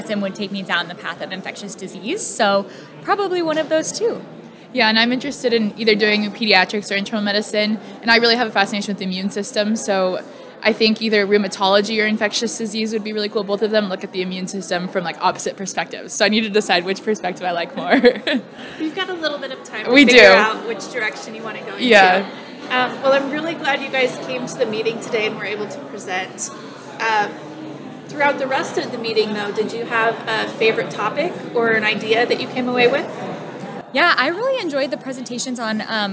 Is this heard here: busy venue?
yes